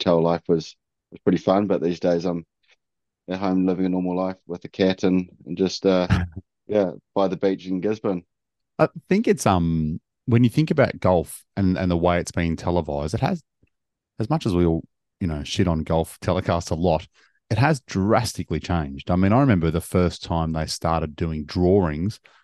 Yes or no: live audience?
no